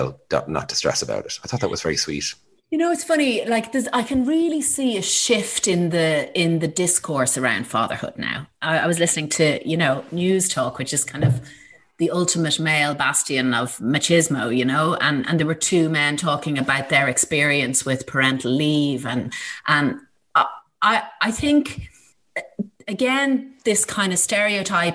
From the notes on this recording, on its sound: This week’s archive episode was recorded in 2020 when we all lived in Zoom screens.